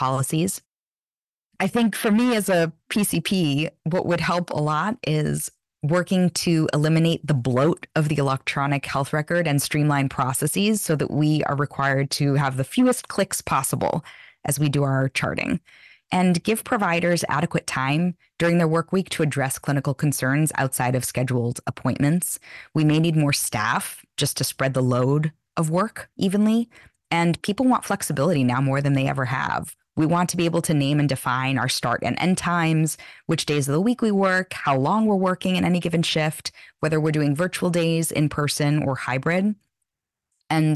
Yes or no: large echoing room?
no